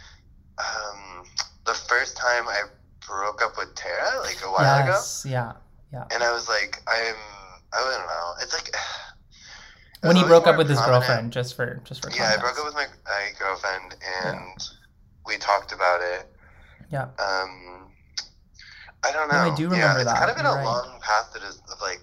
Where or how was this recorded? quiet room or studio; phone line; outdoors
phone line